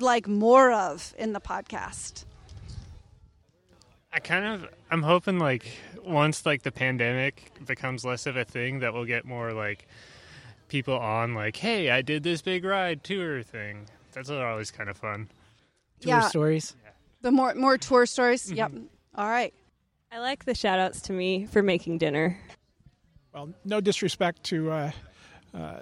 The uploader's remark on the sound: The Sprocket Podcast goes for a bike ride! We convinced some folks to ride with us on a blazingly hot Portland evening, and we recorded an episode along the way. At Irving Park, Colonel Summers Park, and Ladd’s Addition Park.